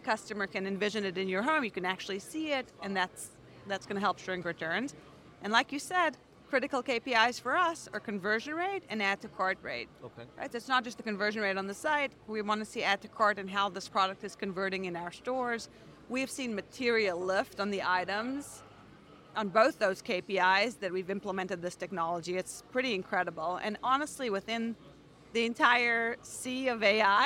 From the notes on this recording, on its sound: Live from NRF 2024